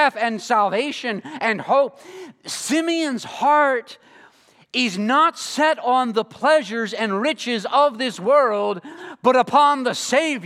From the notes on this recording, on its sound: This sermon was preached at Covenant Fellowship Church on December 24, 2023.